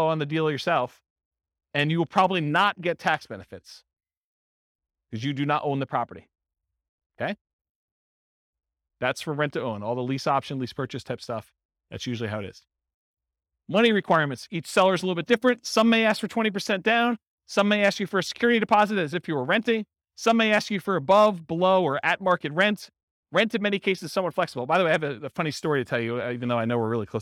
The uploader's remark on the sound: This was a live class recorded. Akron, Ohio.